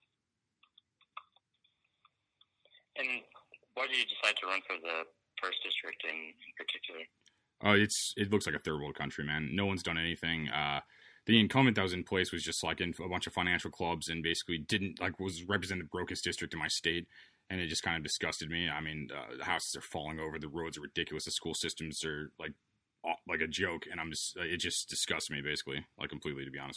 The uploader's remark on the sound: over the phone